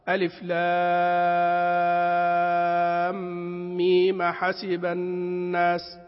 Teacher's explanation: يختص ورش في قوله تعالى ألف لام ميم حسب الناس، لأنه ينقل إلى الساكن، فعندئذ ينقل حركة الهمزة إلى الميم، وعندئذ لأهل الأداء في ذلك إشباع المد أو القصر. الإشباع على الأصل، الإشباع على الأصل وعلى عدم الاعتداد، وعلى عدم الاعتداد أكثر أهل الأداء خصوصا من المغاربة عدم الاعتداد بهذا، وإنما يشبعون المد فيه ويجعلونه مد وجها مقدما المد.